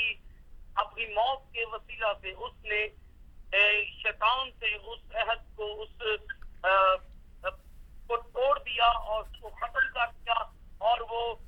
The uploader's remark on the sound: Speaking via phone to group in Pakistan.